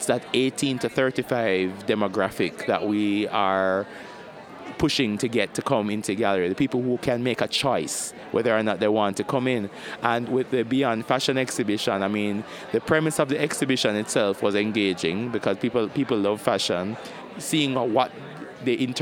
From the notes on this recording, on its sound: Setting up a temporary recording studio in a poolside cabana, at a Miami Beach hotel, we sit down with a dozen curators and cultural producers to document their stories. In this marathon recording session. We recorded this special program when the annual Congress of the Association of International Curators of Contemporary Art (IKT) took place in the United States for the first time.